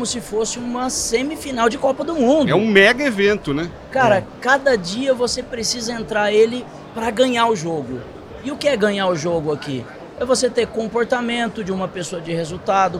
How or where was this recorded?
busy venue